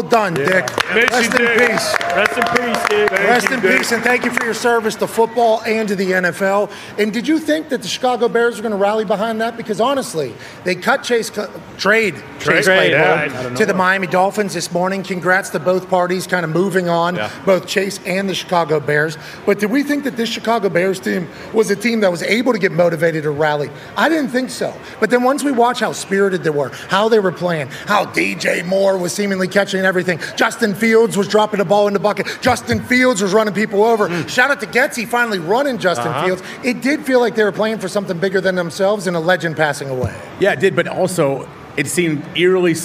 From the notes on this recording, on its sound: Live from the Texas State Fair in Dallas ahead of the Red River Rivalry game between Oklahoma and Texas. LIVE on set.